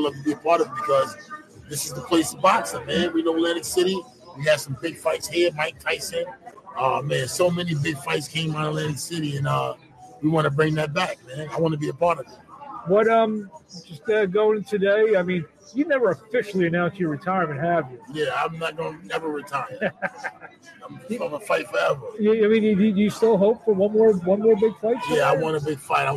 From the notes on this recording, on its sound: LIVE FROM ATLANTIC CITY BOXING HALL OF FAME.